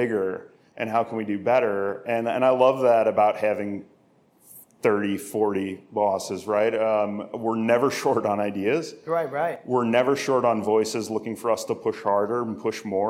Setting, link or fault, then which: setting, busy venue